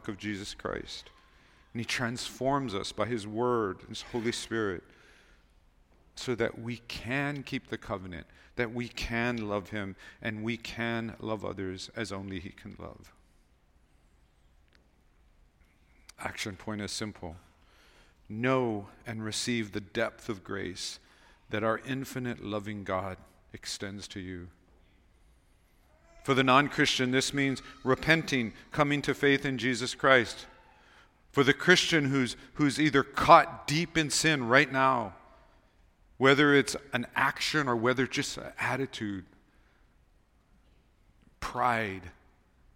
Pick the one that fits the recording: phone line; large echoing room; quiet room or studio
large echoing room